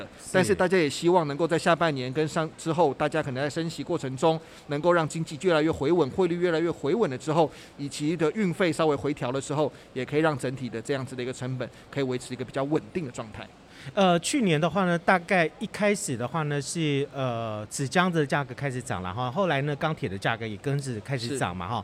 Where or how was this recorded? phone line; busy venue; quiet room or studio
busy venue